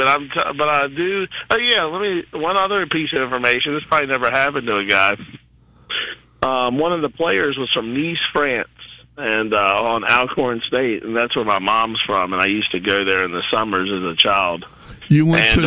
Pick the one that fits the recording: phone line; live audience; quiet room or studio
phone line